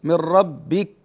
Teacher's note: الكاف فيها شدة وهمس لكن لا تقلقل، الكاف لا تقلقل.